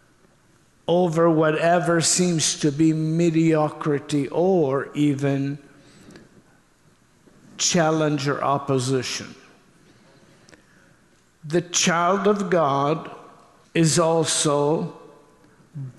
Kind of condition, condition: setting, large echoing room